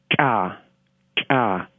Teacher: the first sound in that syllable I just made is an ejective.